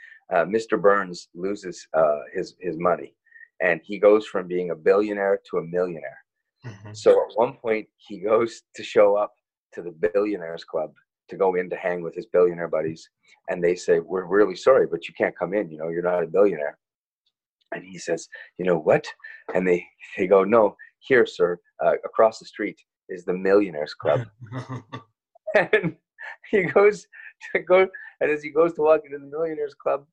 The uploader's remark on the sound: joins the Zoom version of the podcast